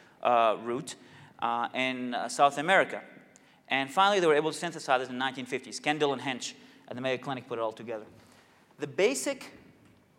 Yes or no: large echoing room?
yes